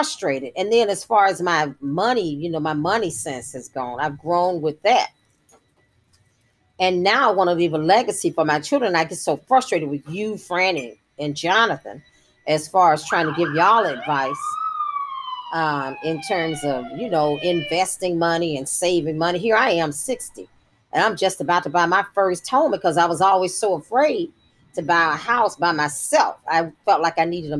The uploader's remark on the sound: Recorded while I braided her hair on the back porch of her childhood home. Unfortunately a portion of the recording was lost.